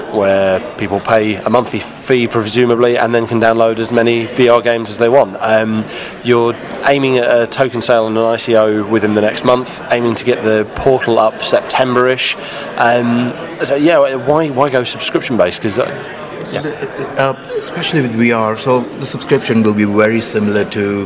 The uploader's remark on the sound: Recorded during the official unveiling of the subscription-based VR platform